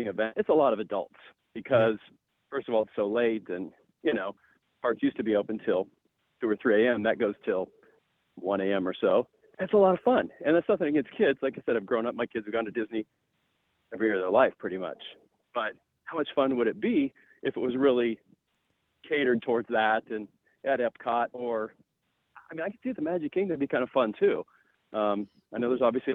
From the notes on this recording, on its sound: This is the Live Call-in Show from this past Sunday night, February 17, 2024! Took your calls.